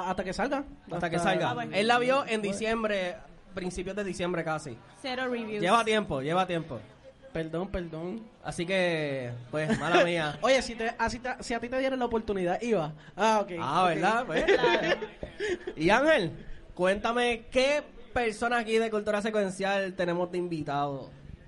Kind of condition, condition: setting, live audience